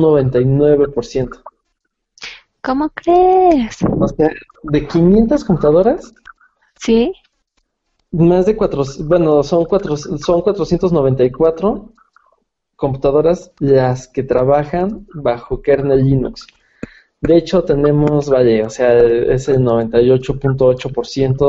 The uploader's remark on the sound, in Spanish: Nueva forma de trasmisión en vivo desde Hangout y en vivo en Youtube